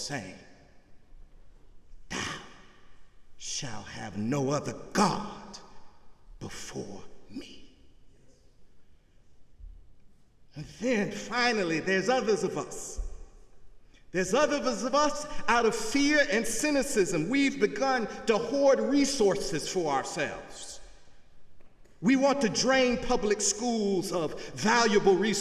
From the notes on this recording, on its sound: In the Memorial Church of Harvard University.